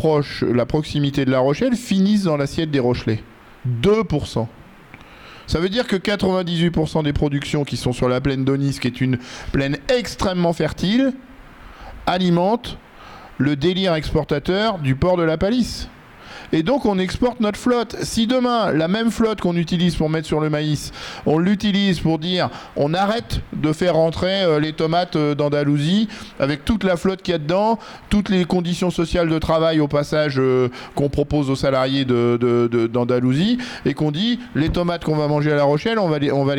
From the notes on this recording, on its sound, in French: Vous pouvez écouter ici des larges extraits de la table ronde qui s'est tenue le 20 octobre 2023 à Tulle